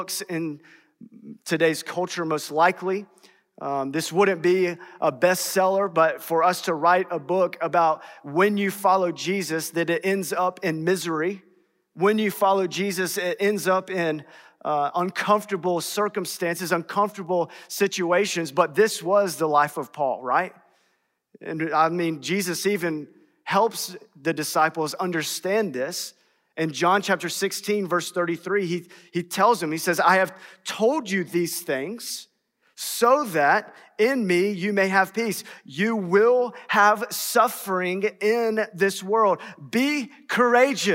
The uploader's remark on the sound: in #SWBTSChapel on March 8th, 2022.